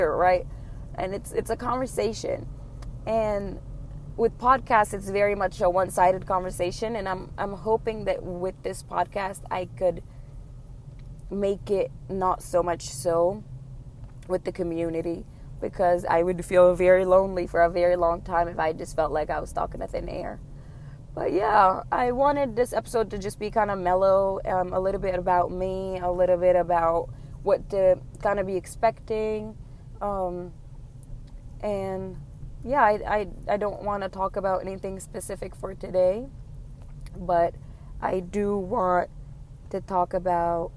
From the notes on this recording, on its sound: This was recorded in a car.